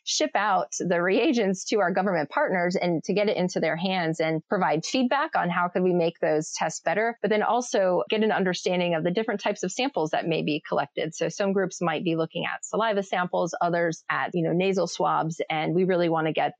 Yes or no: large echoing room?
no